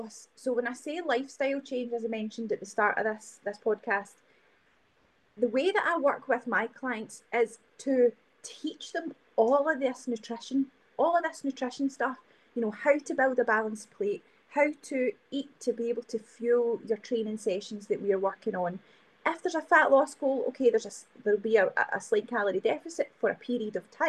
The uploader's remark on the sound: My apologies for the poor sound quality in this episode!